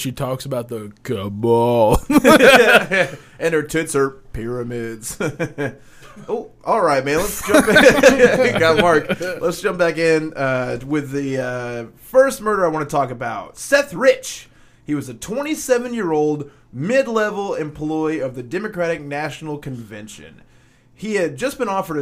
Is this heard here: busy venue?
no